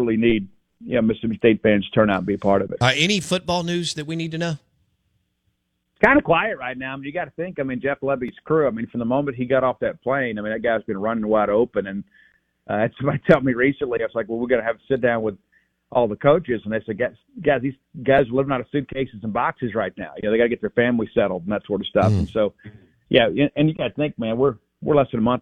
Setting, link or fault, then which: link, phone line